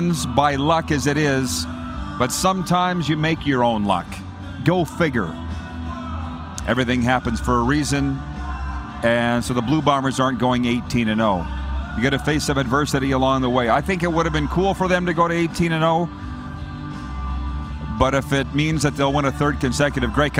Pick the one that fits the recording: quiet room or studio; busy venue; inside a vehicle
busy venue